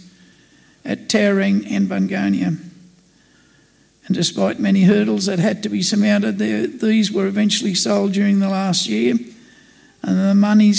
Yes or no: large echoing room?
yes